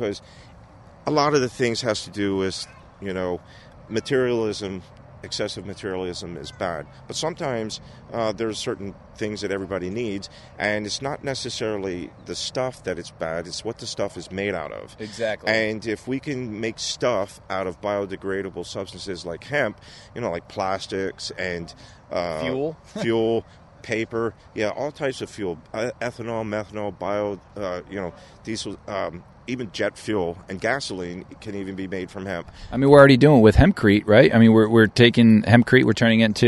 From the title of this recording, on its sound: On location in Bethlehem Pa Industrial Hemp Field